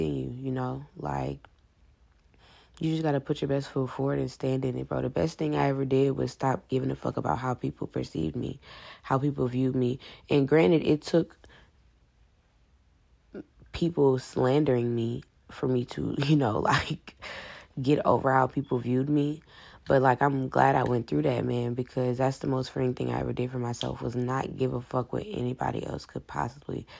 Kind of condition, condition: fault, phone or laptop microphone